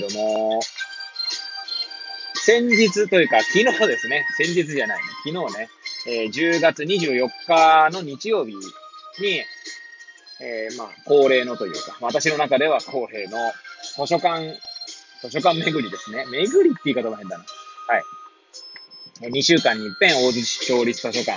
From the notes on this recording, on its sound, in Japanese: Airpods を付けた状態で、車中で収録しており、雑音などが入る可能性があり、ご容赦ください。